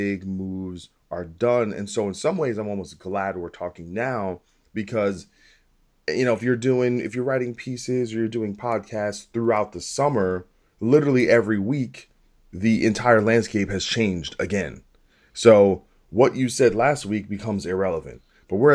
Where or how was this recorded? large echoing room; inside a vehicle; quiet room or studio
quiet room or studio